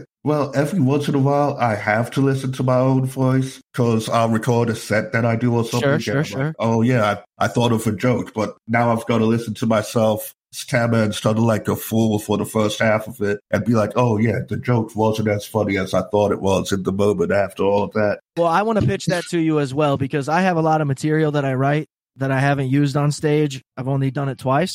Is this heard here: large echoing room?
no